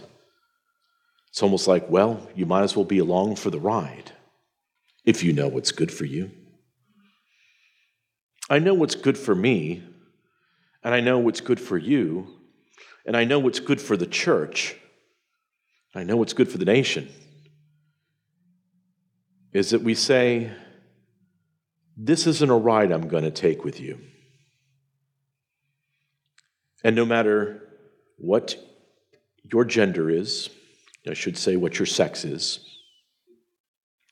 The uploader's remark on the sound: presentation from the Sovereign Nation’s Mere Simulacrity Conference